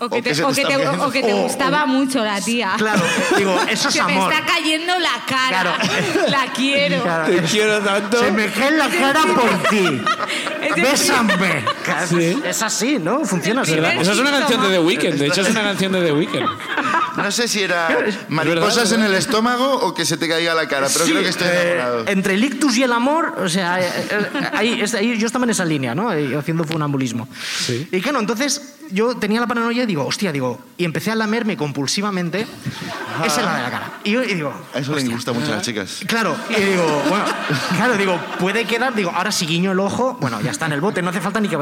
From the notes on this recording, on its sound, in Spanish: La Ruina desde Valencia. El público sube a contarnos sus problemas.